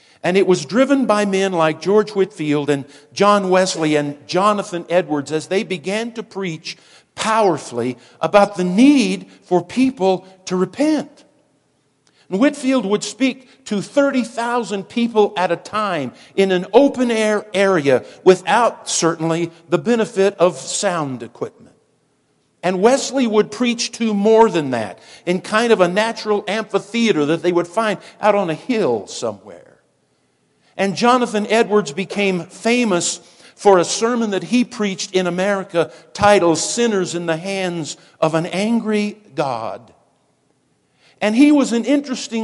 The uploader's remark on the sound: Woodland Life Church Live.